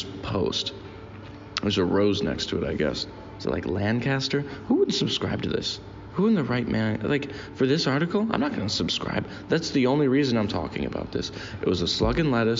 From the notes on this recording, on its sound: Recorded this one in a Burger King in Trondheim, Norway.